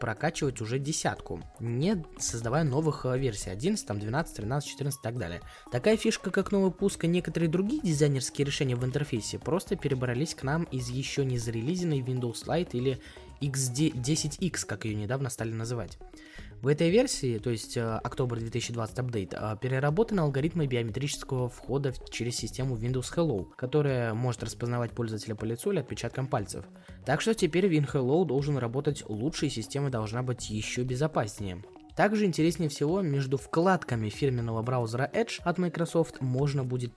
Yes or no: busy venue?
no